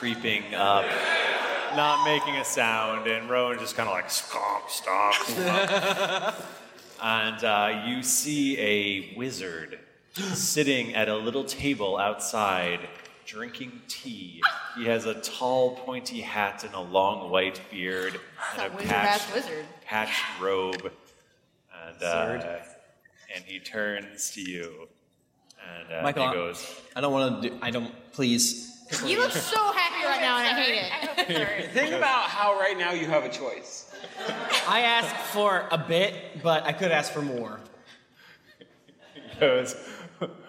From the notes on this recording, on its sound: DragonCon 2019 Live Show. We had an hour meet and greet with VIP member of the audience which absolutely sky rocketed our energy to help us make the best Live Show to date!